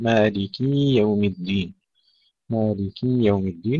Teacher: وأيضا هناك خطأ لكنه أقل، أنهم يشبعون، يشبعون الكسرة فيصبح مالكي يوم الدين، مالكي يوم الدين، وهذا خطأ شنيع جدا، لأن الكسرة إذا أصبحت ياء تصبح الكلمة جمعا، فيكون كأن هناك عدة مالكين ليوم الدين، بينما المالك واحد وهو الله سبحانه وتعالى، فهذا الخطأ إذن شنيع جدا.